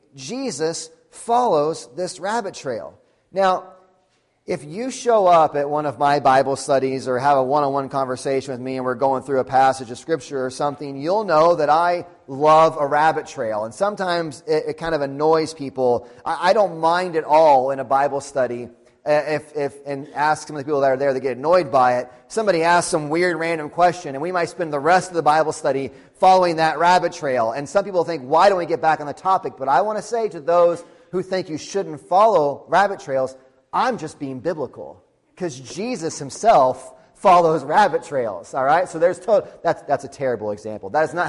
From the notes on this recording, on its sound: Sunday Morning Sermon Audio.